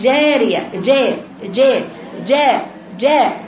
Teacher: لأن الجيم وراها كسر بعد المد، لأن المد بعده كسر، المد اللي بعده كسر بنستعجل عليه جدا فبنروح جايبين الإمالة